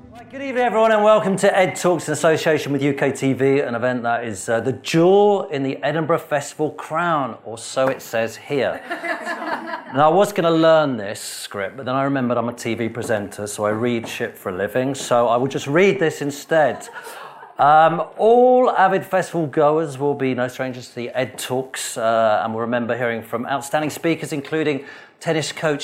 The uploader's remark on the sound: in this event organised by the Edinburgh International Television Festival